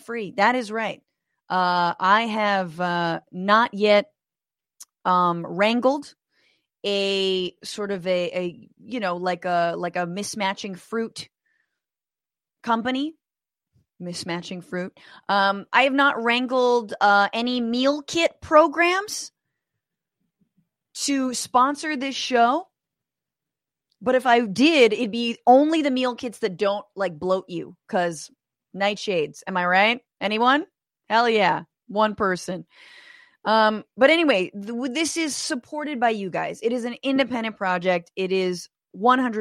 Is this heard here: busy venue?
no